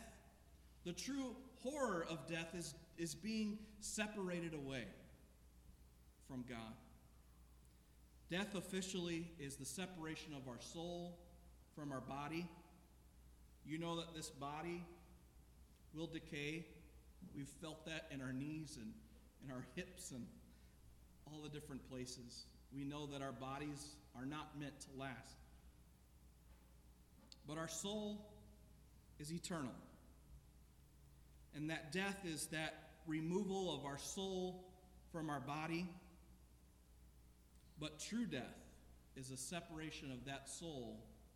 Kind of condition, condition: setting, large echoing room